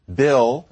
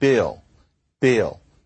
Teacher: And so, for example, Bill in Standard English, but then in Black English it comes out more like Bill, Bill. Well, that's a diphthong. · Shown in: second take · So that's something that verges on being two sounds, so that's more.